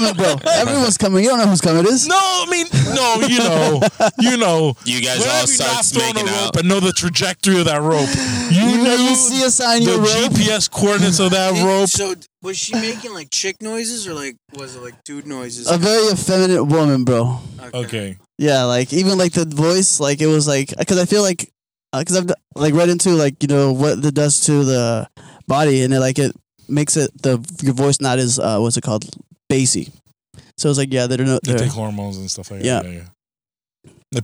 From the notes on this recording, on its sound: We are in the car.